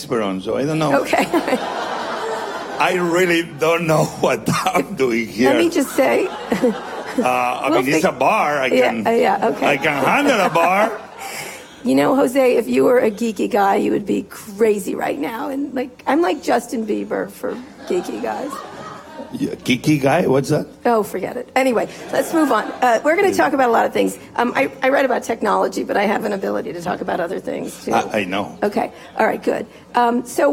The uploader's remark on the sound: In front of a live audience at South By Southwest in Austin, Texas.